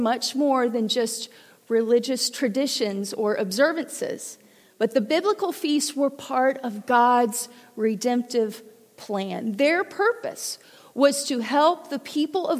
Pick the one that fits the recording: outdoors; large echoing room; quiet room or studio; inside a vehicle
large echoing room